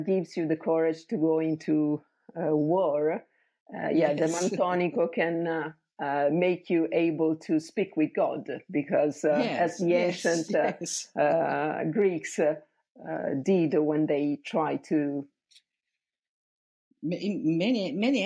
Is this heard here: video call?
yes